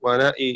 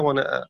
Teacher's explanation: قرأ شعبة بإمالة الهمزة وألف · Shown in: first take